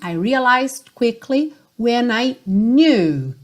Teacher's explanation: você quase não ouve o D, porque ela já está indo para o quickly